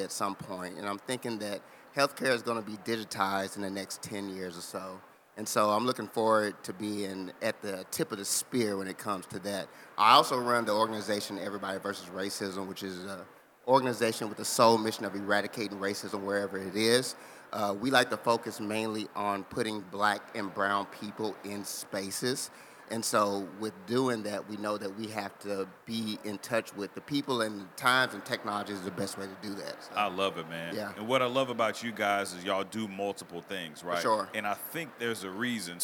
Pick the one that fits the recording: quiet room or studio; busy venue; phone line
busy venue